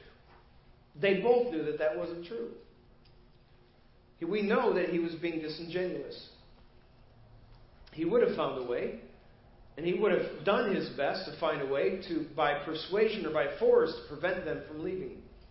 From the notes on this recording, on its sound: Preached at First Baptist Church of Hazel Park